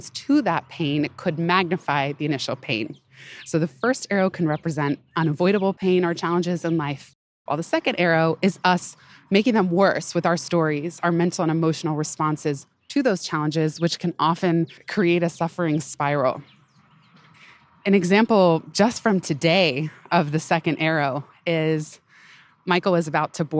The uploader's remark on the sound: Pardon the occasional panting (lol) and background noise—err New York City soundscape—as I recorded this one on a big hill at the park, running up and down